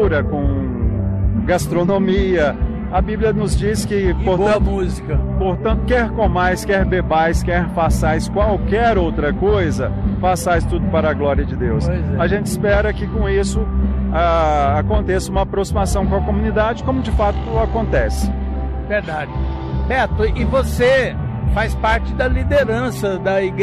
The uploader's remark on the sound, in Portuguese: durante a Feira da Páscoa organizado pela Igreja Presbiteriana do Bueno em Goiânia